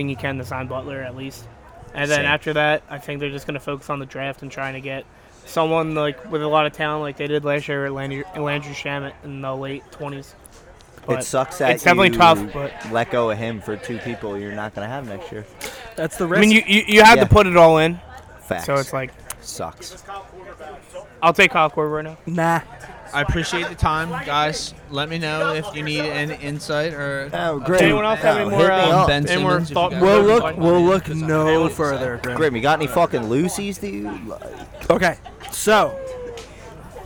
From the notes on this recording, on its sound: The gang pods LIVE from The House of Kain in Gloucester City